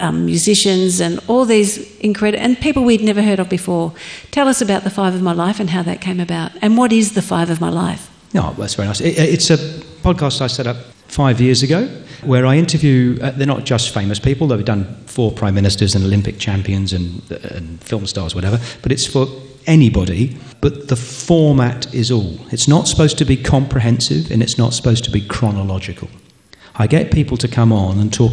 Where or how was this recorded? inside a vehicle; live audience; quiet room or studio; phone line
live audience